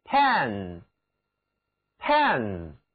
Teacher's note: 你的嘴角要向两边裂开，像平底锅那样的平。字母 A 读作扁平的梅花音 A